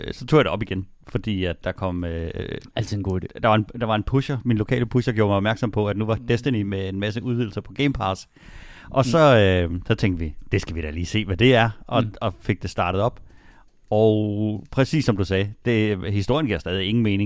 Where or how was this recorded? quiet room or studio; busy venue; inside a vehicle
quiet room or studio